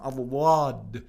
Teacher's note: في الضاد الدقيق في مخرجه أن يكون طرف اللسان على طرف الأضراس من الأمام